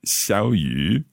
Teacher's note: So it's a third tone that becomes a second tone.